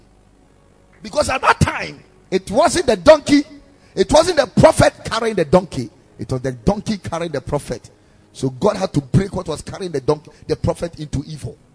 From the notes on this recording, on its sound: Preached at the Ekklesia Chapel